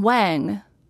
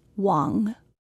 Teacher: it was pronounced with a languid, drawn out diphthong of an O sound · Shown in: second take · Not Wang, Wang.